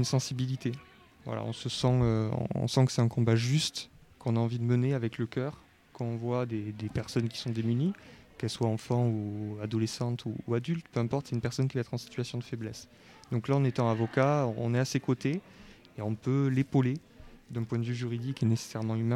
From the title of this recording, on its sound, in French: Live au Lycée Henri Matisse